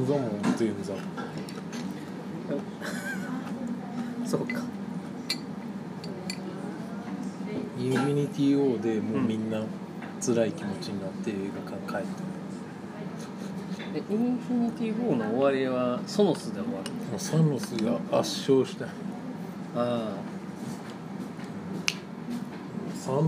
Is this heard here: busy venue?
yes